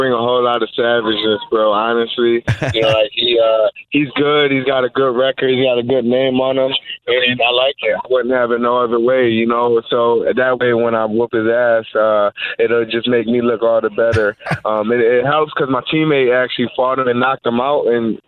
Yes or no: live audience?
no